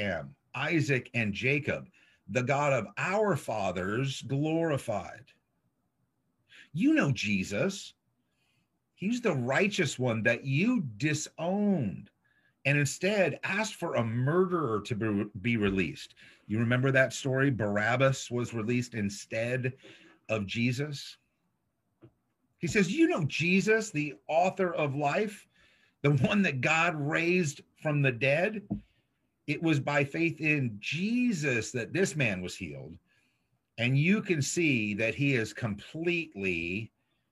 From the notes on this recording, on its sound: This was originally streamed on zoom